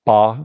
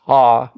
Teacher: So ba, they're together, and pa, there's a delay.